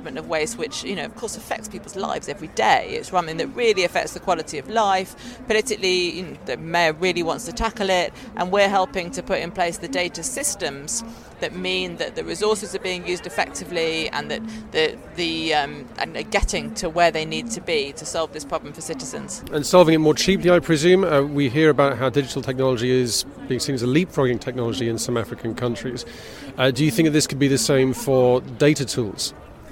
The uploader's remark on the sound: Recorded during High-Level week of the General Assembly, and featuring some of the many experts, UN officials and politicians who filled UN Headquarters during late September 2018.